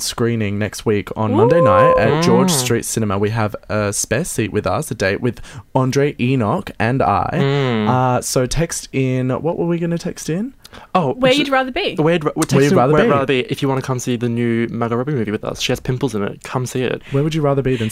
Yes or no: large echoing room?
no